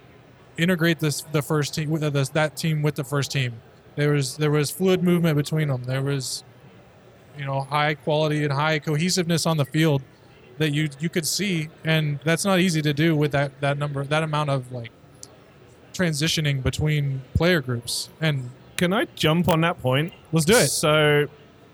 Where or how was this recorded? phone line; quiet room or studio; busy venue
busy venue